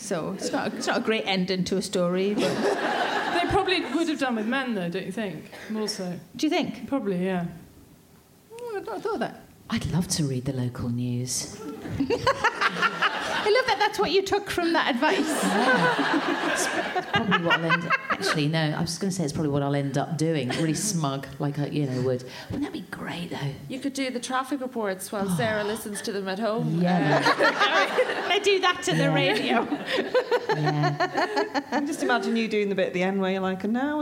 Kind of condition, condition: setting, busy venue